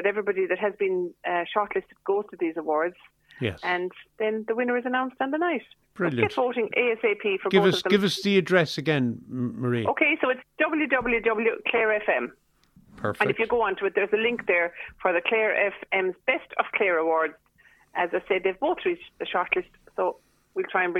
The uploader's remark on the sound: joined the phone by Scariff correspondent